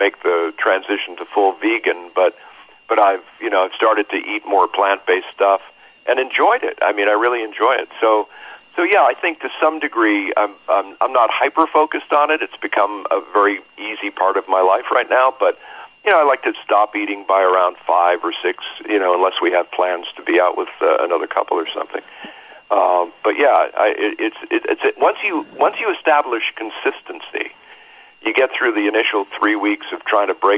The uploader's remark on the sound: phone interview